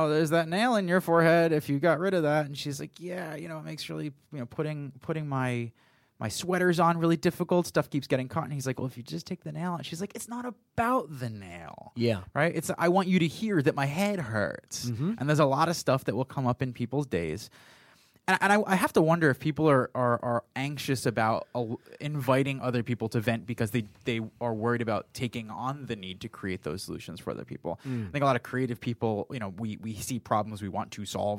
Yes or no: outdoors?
no